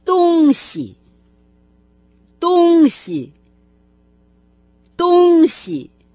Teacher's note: Поэтому просто запомните, что вещь по-китайски «дунси», а от словосочетания «восток» и «запад» это слово отличается тем, что начальный его компонент произносится со своим обычным первым тоном, а второй – с легким.